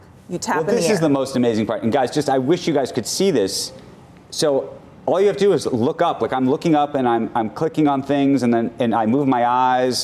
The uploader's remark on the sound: live at AT&T Pebble Beach Pro Am